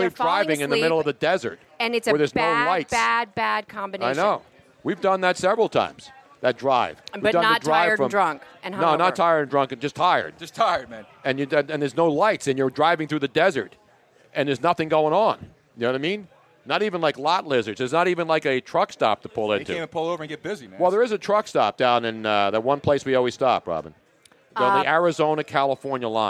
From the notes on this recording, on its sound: The fun continued live from Nick's Place in Houston getting set for #FinalFour.